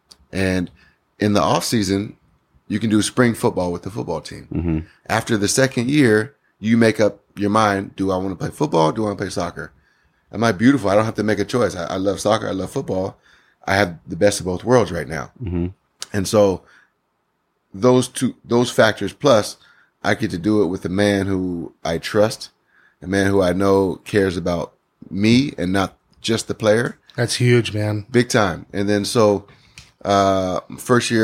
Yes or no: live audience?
no